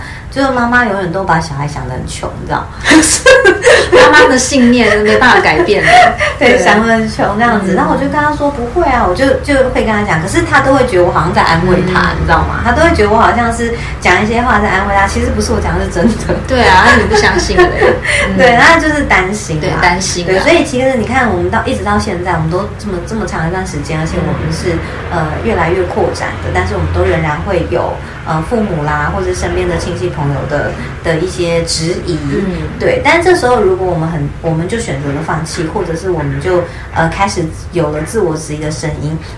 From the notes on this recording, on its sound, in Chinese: 背景雜音有點多很抱歉，因為錄完發現麥克風根本沒電（笑死）。